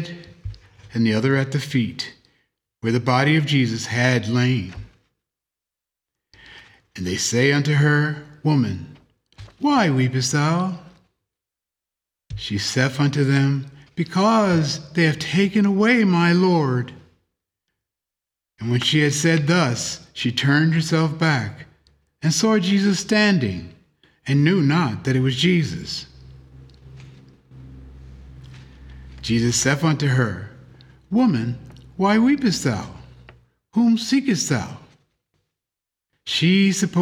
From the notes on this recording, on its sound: The Sunday service audio from March 3rd, 2024.